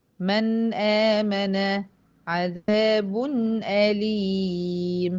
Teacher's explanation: جه ورا النون أو التنوين همزة ظهرت ووضحت جدا، ما قلتش من آمن، عملت كده قلت من آمن.